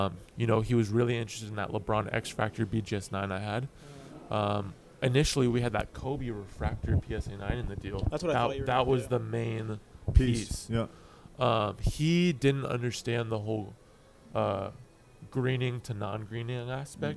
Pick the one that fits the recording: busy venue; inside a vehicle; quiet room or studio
busy venue